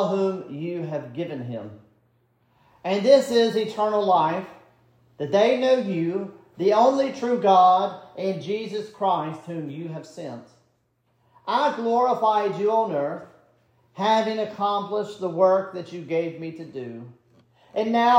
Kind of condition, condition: setting, large echoing room